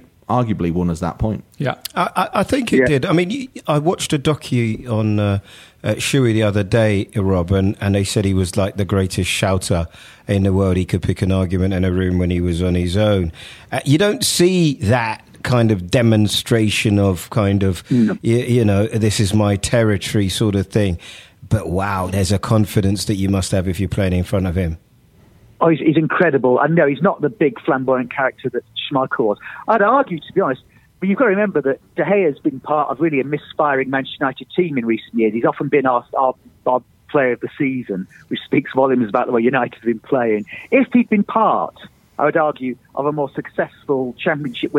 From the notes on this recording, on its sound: on the phone